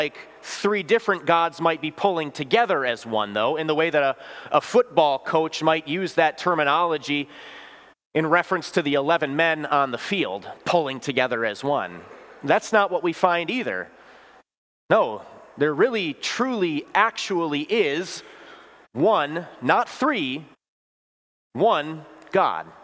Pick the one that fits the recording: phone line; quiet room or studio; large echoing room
large echoing room